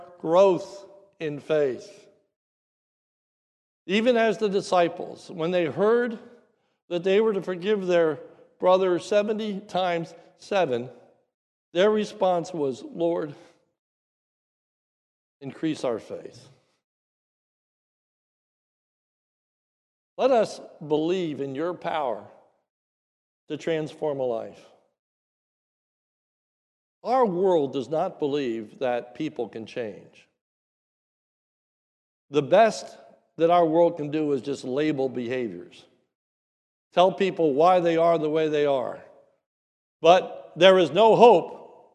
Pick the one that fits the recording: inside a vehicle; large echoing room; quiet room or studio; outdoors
large echoing room